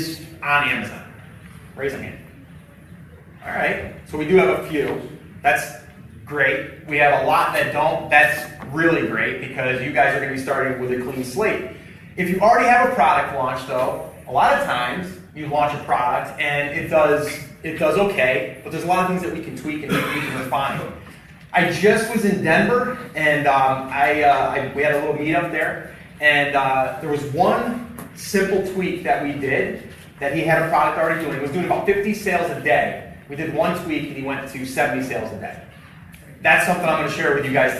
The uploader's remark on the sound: Live at Seller's Summit. It’s a recording of a live event.